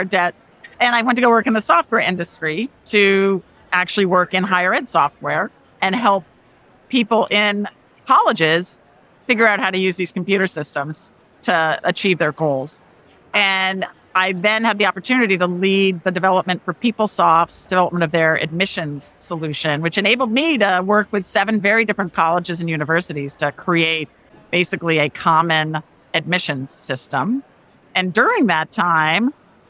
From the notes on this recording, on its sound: A conversation from the 2023 NACAC Conference.